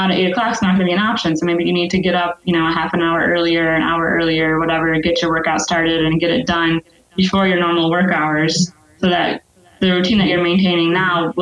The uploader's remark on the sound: we take a listener call